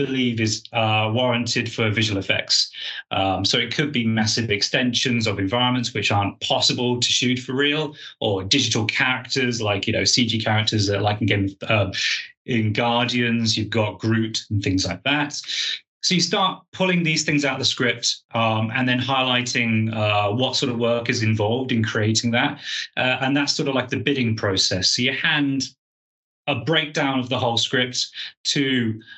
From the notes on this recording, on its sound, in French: Neuchâtel International Fantastic Film Festival (NIFFF). Grâce à l'organisation du festival et aux joies des technologies modernes. S'est déroulée en visio au début du mois de juillet.